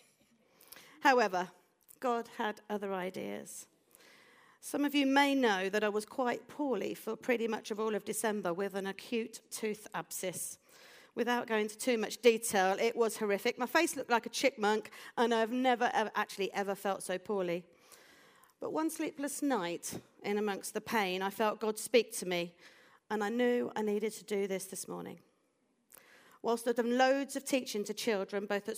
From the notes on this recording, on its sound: This audio was recorded at our venue in Putnoe.